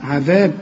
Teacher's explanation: عذاب العين في عموم القرآن مرققة